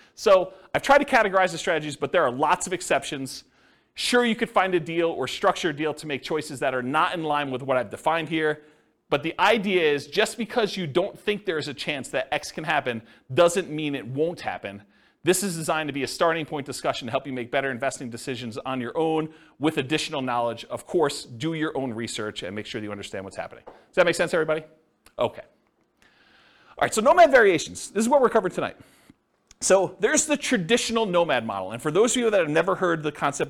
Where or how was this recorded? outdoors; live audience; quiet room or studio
live audience